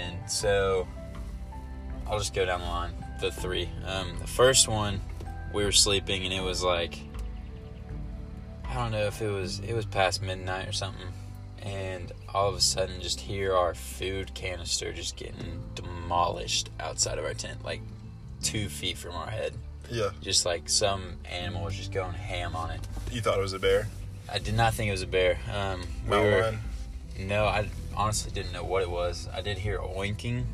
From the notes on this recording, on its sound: Recorded in my truck so ignore the background noise haha.